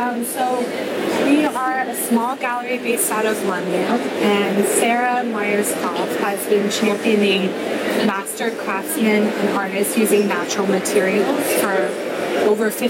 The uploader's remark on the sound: Design Miami 2022. Join us on an enchanting journey live through Design Miami. Including three interviews recorded live at Design Miami.